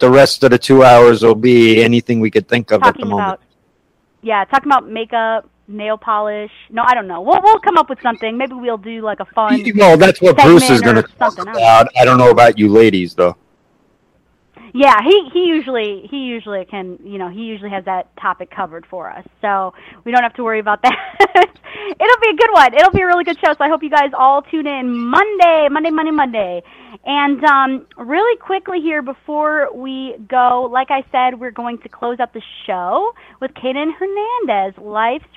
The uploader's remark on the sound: Special Call In Guest joined us